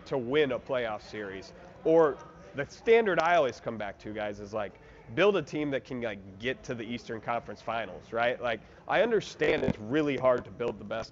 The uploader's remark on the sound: live from the United Center